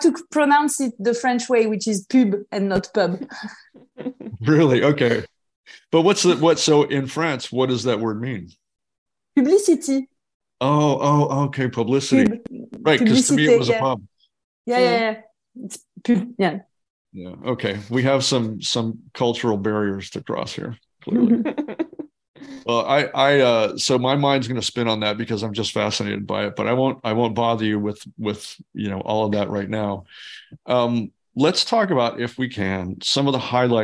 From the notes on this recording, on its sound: Sit down (virtually).